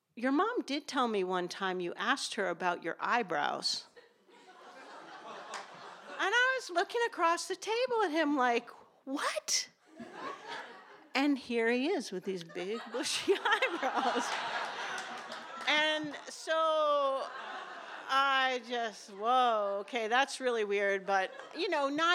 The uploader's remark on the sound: These stories were recorded in front of a live audience. At Provincetown Theater in Cape Cod, Massachusetts.